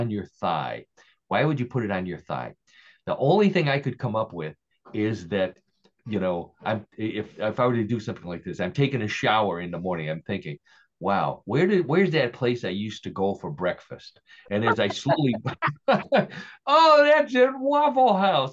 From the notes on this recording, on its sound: Zoom had us fooled as we began our weekly live show thinking we weren’t live we began recording – but guess what, “What in The World” was live on the air for our end of the year show.